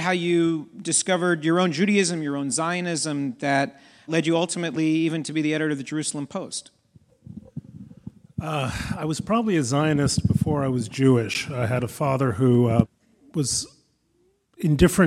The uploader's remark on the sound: a recording of the live conversation